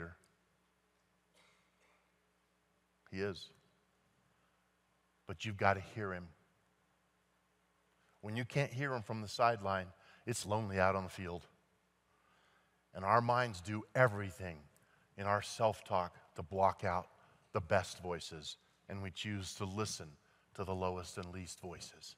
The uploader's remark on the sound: at Timberline Church